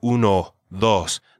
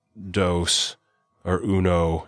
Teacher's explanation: when you're pronouncing the O in uno and dos, you have to use a Spanish O, right? Uno, dos. Not the American O, right? It's not dos or uno.